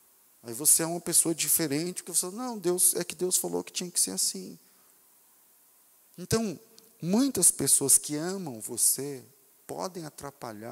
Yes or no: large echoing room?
yes